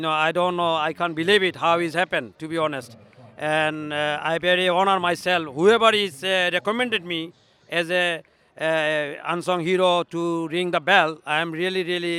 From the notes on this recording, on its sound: Recorded at The Cloud County Ground in Chelmsford, Essex where Bangladesh took on Ireland in a three match one day series.